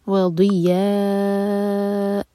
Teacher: ضاد ہم زبان کے سائڈ سے پڑھیں گے، ضی ٹپ سے پڑھیں گے تو دال کی آواز آئے گی، تو ایسا نہیں کرنا، زبان کے سائڈ سے پڑھیں گے ضاد.